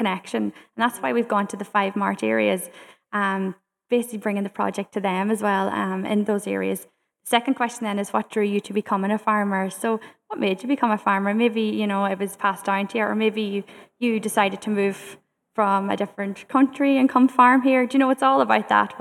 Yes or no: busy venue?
yes